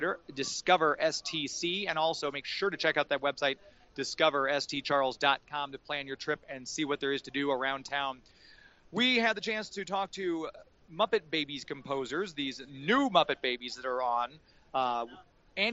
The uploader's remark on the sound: We broadcast LIVE from STL Comics!